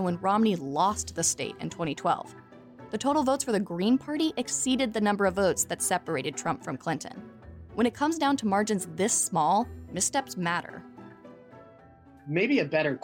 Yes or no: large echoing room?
no